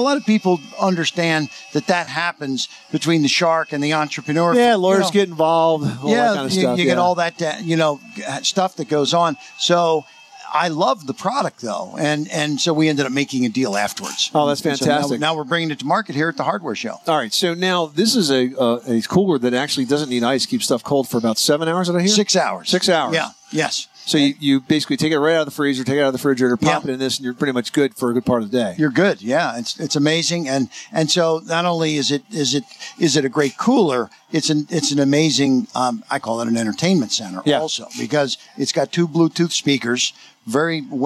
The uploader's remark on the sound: At 2018 National Hardware Show. Live from the 2018 National Hardware Show.